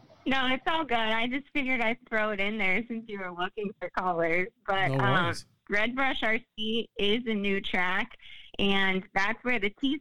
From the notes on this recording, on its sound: Here is the audio from the NNRC Hotline this week. Those that took the time to call in and talk.